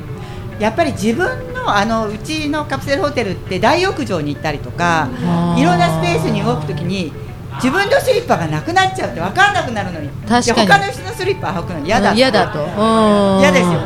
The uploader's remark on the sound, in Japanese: 麻布十番商店街入口にある、ビストロ「蝶蝶」にて行われた公開収録の模様をお送りします。